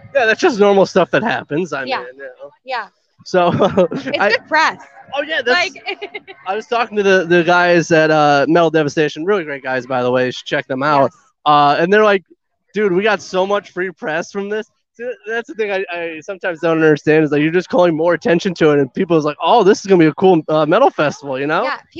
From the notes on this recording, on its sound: This interview was filmed live on location at Michigan Metal Fest in Battle Creek, Michigan on August 13th, 2022.